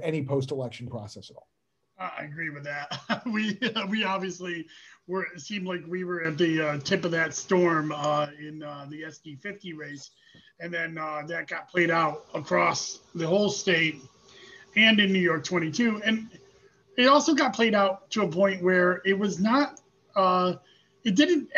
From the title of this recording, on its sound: Zoom